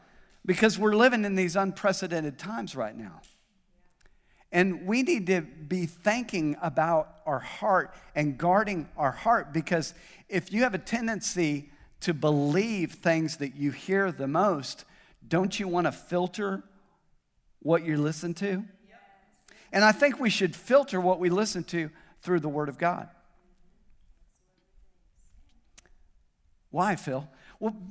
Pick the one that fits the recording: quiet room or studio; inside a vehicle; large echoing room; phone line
large echoing room